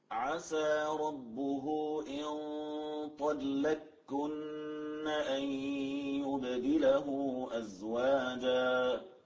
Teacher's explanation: فأدغمت القاف في الكاف معتمدة على ثقل النون التي بعدها · Term: الإدغام